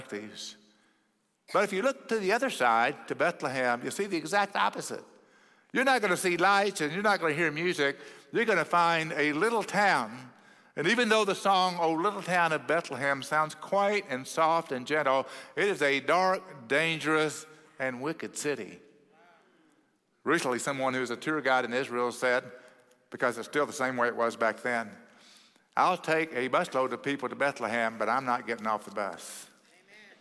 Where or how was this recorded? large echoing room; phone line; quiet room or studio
large echoing room